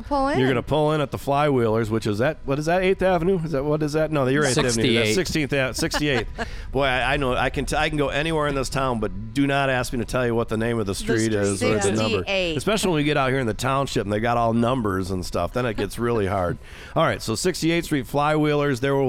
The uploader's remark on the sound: on location at Lake Arvesta on the island